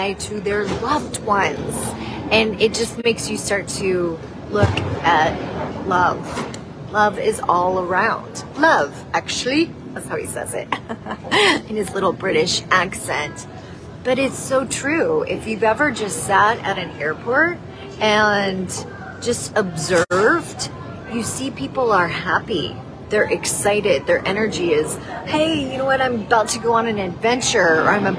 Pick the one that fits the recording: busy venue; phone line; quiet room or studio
busy venue